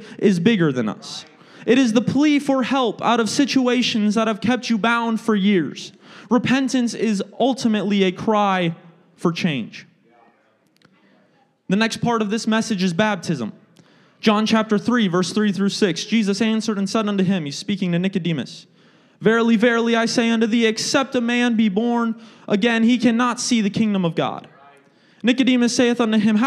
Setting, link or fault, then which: setting, large echoing room